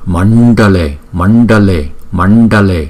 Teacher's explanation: Chữ N và chữ D có dấu chấm ở dưới, chúng ta phải cong lưỡi lại, lấy hơi từ trên vào miệng chúng ta đưa ra